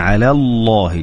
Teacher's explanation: أيضا في الآية على الله وما يخفى على الله، أنت قلت على الله، وصحيح أنه يعني تأثرت اللام حق على بالتفخيم في لفظ الجلالة، فيبغى لك تراعي أنها تكون على الله، يعني اللام اللي في لفظ الجلالة هي التي تفخم، أما اللي قبلها يعني لا يتأثر بها